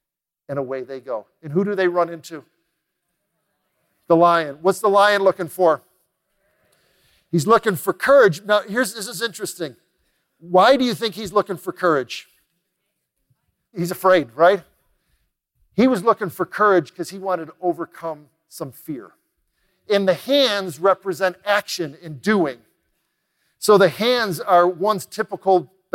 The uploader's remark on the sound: recorded live at The Peak Experience